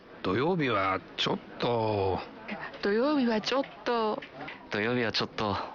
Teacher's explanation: растягивая окончание и ослабляя ударение, так что получается «чё-то»